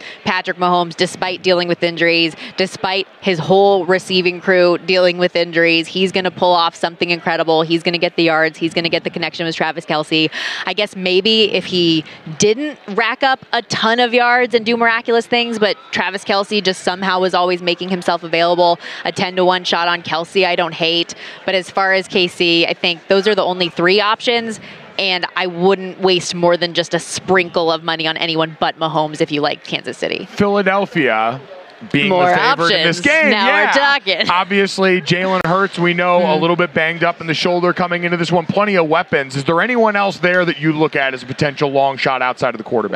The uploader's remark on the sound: Radio Row Antics. Live at Radio Row!